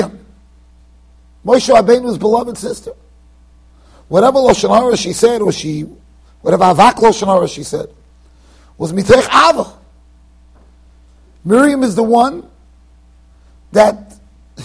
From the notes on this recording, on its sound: Shiur recorded in Yeshivas Ohr Reuven, Monsey NY.